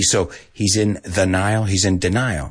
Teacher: And they say the, you know, the TH like a D.